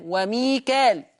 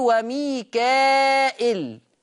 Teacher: ورش بقى يقرأ بالهمز بهمزة مكسورة بعد الألف · Shown in: second take